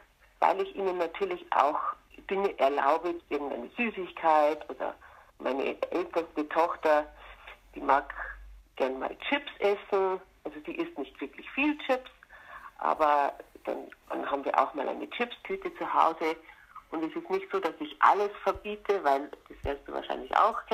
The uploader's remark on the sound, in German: per Telefon interviewen